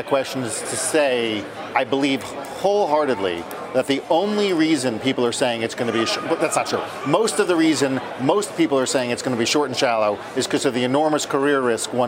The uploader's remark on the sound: live from the New York Stock Exchange